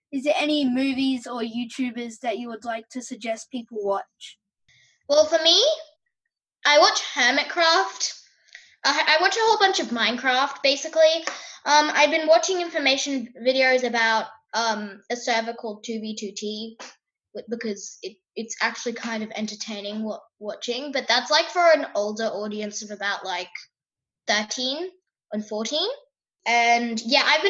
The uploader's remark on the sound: Via Zoom from Sydney and Melbourne.